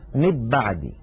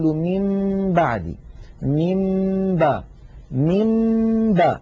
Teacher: نطبق الشفتين على الميم وعلى الباء إطباقة واحدة من غير أن تتحول الميم إلى باء · Shown in: second take · يعني لا نقول مب بعدي، لو قلنا مب بعدي لكان إظهارا لكان إدغاما، ولو قلنا من بعدي لكان إظهارا. · Term: الإخفاء